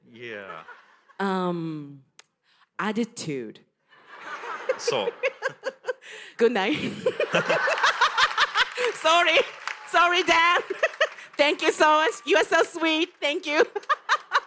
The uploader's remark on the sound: The Podcast LIVE! Snippets from New Orleans and LA!